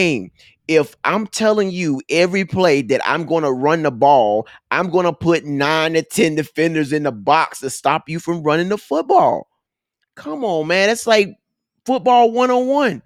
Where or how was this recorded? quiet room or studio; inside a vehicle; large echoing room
quiet room or studio